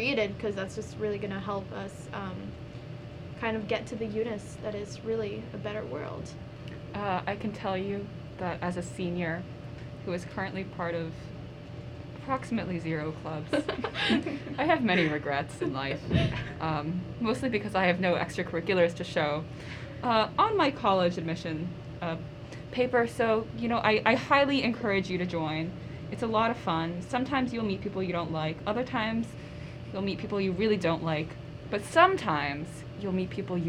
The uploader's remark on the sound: Club Fair Edition. Sorry for the white noise in the background it's a one time mistake WE SWEAR.